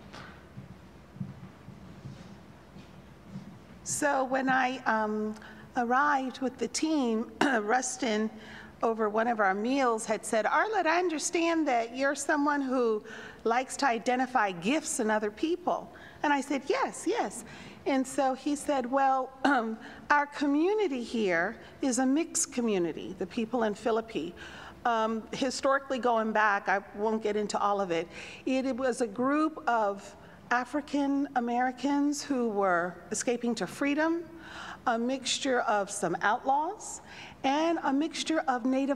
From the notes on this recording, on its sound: Pender UMC Traditional Worship on September 18, 2022 at 9:00 am.